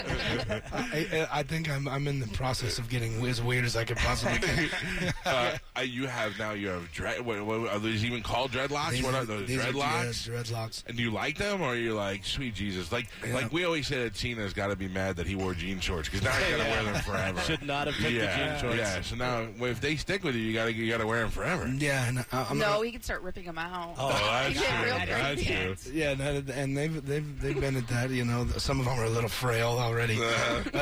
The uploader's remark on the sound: live from Wrestlemania!